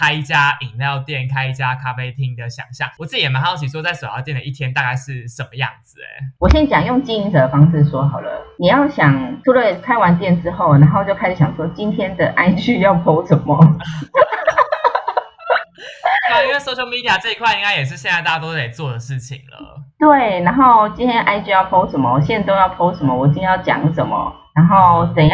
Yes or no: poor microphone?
yes